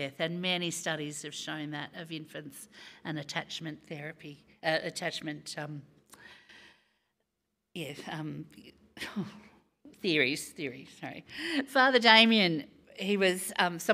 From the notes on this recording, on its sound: Recorded live on Sunday, 5th June.